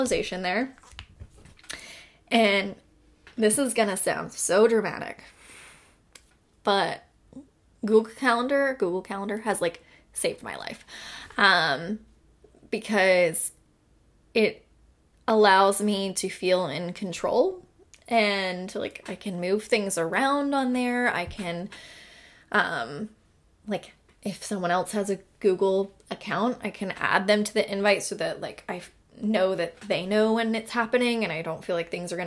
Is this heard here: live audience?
no